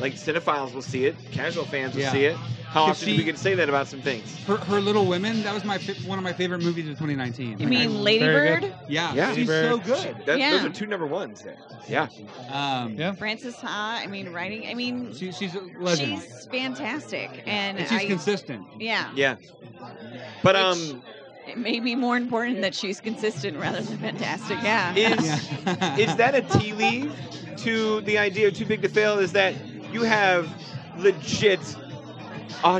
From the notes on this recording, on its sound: This live recording session comes from the Galway Bay tavern in Chicago. Enjoy the lively and live conversation!